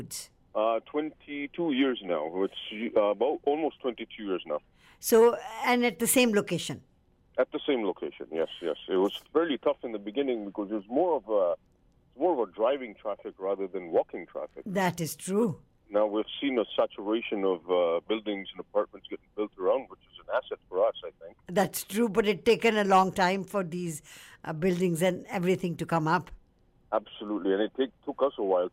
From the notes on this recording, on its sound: Over the phone!